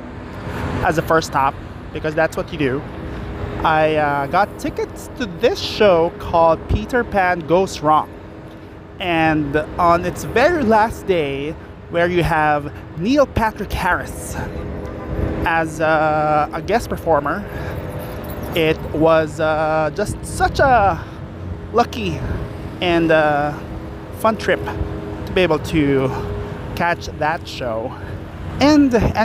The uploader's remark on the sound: more walking and talking